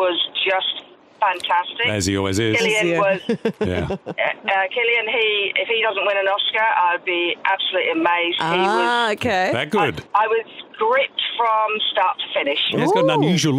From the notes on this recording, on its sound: opened the phones